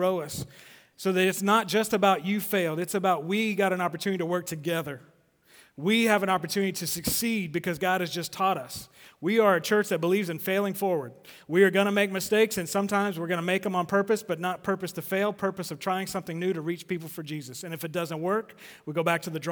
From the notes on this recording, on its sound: Recorded live. At The Fellowship at Two Rivers on January 19, 2020.